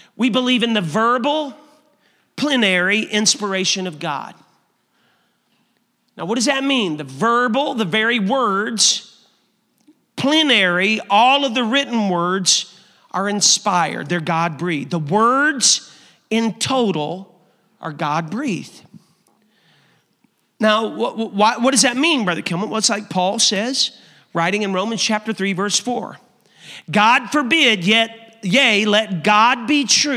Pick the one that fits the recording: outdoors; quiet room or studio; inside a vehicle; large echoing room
large echoing room